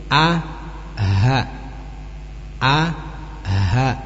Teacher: ini 2 huruf keluar dari tenggorokan bawah. Nah, tenggorokan bawah ini tenggorokan yang berbatasan dengan dada kita.